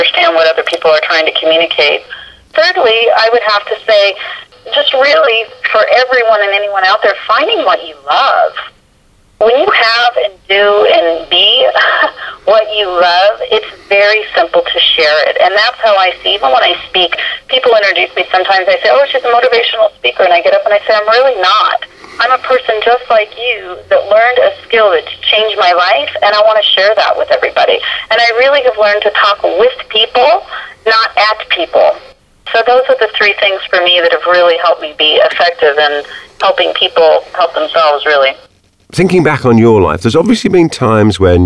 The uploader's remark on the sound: I managed to find a few minutes for a phone conversation with her